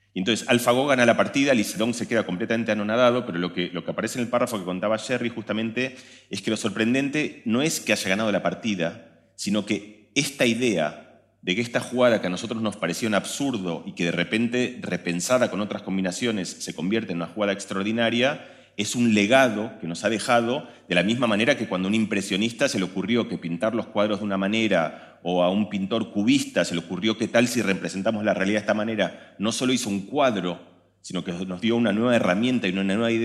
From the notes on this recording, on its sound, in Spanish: lo hicimos en un teatro con una audiencia en vivo de casi 1000 personas